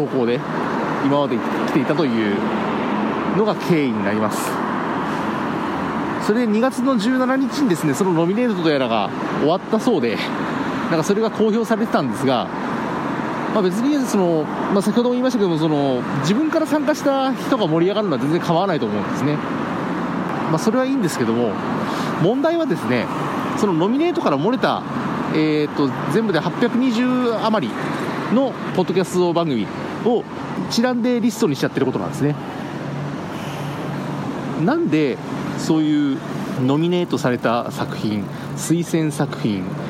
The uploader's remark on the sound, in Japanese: 帰宅中に録音していますので、車の音がかなり大きいですがご容赦ください。